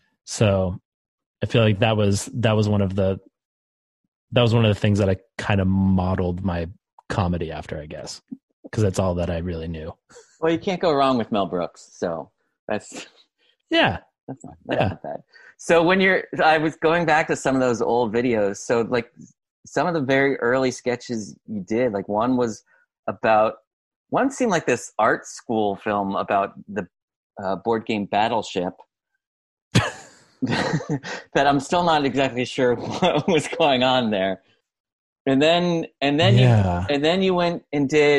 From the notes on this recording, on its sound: sat down with me over Zoom